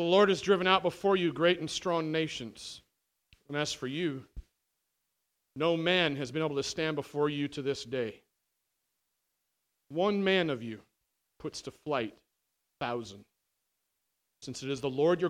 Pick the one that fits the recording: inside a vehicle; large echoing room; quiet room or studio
large echoing room